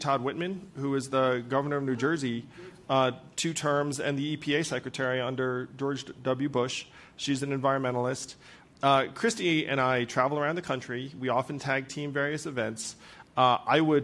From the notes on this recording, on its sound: In this wide-ranging conversation recorded live at the 2023 Aspen Ideas Festival.